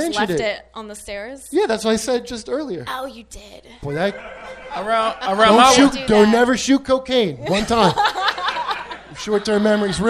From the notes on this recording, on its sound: LIVE from Skankfest at the Creek and the Cave